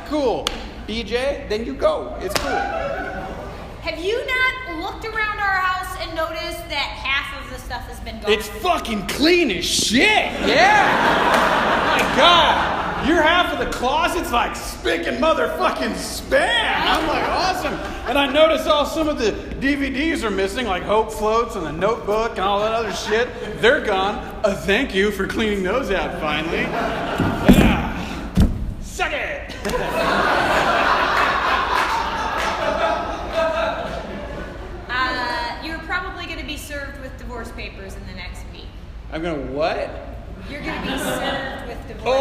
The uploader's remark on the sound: LIVE uncensored episode recorded at The Establishment in Rock Island, IL! In front of a truly enthusiastic and fun crowd.